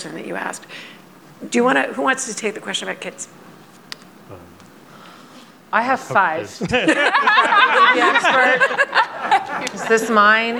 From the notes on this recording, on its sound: this panel from the 2022 Aspen Ideas Festival